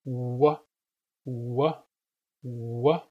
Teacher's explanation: And the reason is that that's not the only important bit of the W sound. Yes, W is made with rounded lips, but W is also made with a raised tongue back. If you say wuh, wuh, wuh, you should be able to feel the back of your tongue going up as well as your lips rounded.